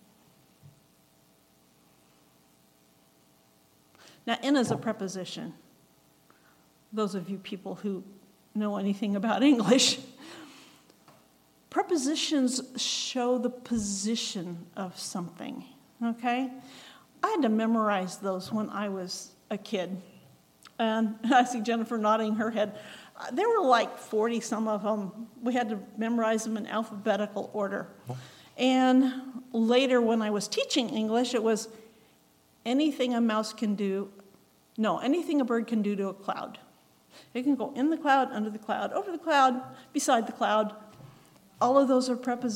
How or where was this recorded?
large echoing room